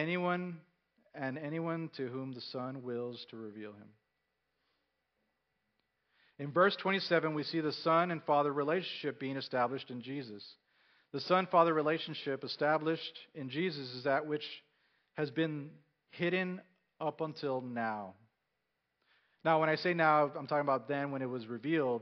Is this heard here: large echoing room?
yes